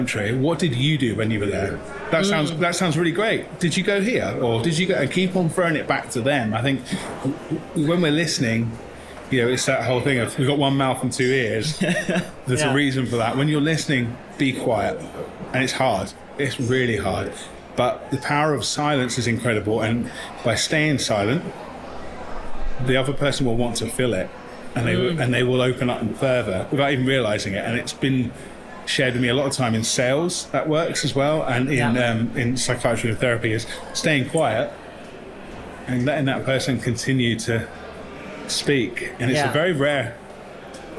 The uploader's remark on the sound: Live From The Salon Owners Summit 2023. This "Live From..." bonus episode was edited and mixed by Audio Z.